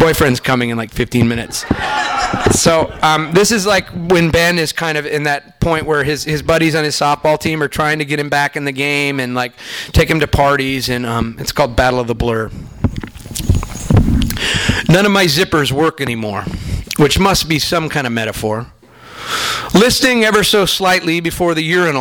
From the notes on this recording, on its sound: Returns to Skylight to read and sign his new book. THIS EVENT WAS RECORDED LIVE AT SKYLIGHT BOOKS.